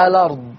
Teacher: فيصير اللام مفتوحة فتنطق الأرض · Term: النقل